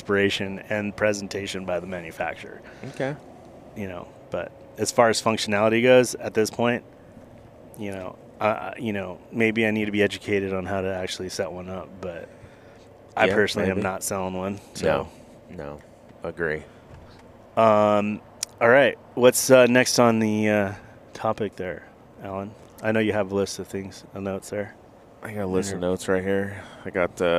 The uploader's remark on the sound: Road Trip. We have a good time driving down to Paso Robles.